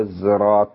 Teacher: هناك تبادل في اللهجات في نطق الصاد سينا أو زايا